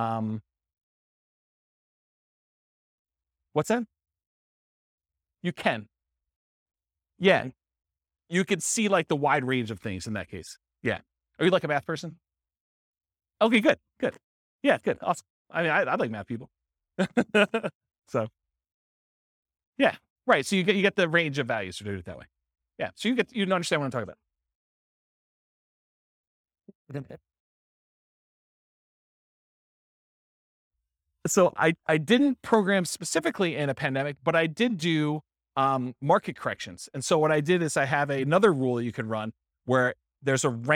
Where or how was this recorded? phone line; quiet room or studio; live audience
live audience